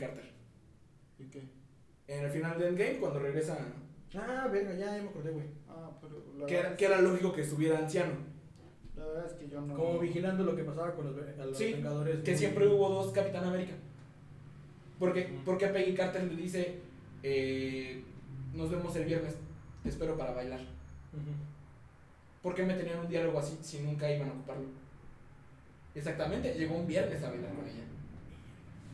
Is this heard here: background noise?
yes